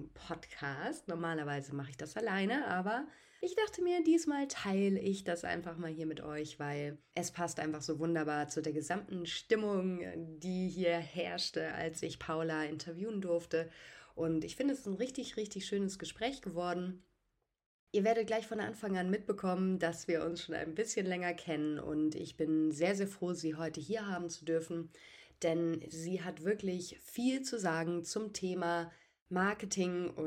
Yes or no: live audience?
no